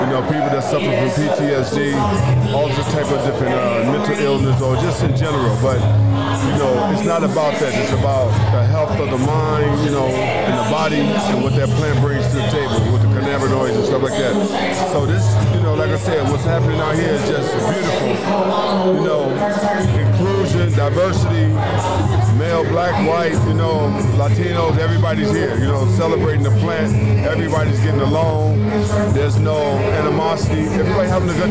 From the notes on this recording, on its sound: listen in as I set up live at our first ever Guest appearance at the Zalloween Event